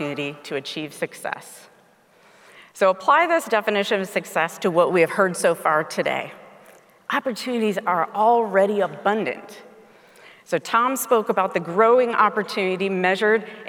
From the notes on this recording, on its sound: speaking at the Keynote Session of the WQA Convention & Exposition in Las Vegas